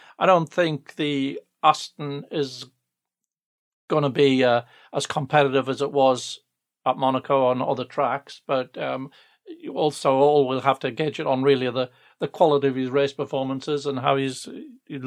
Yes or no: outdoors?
no